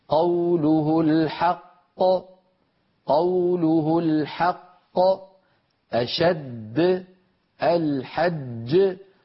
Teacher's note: يترك فراغا صوتيا بين الجيم الغير المقلقلة والمقلقلة